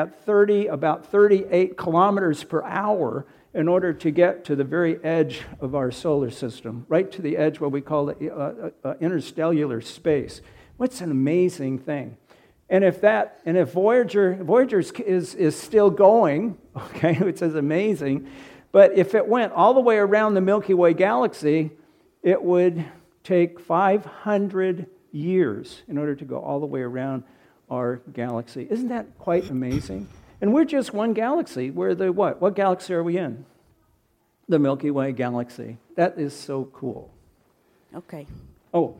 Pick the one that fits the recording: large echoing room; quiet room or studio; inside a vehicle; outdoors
large echoing room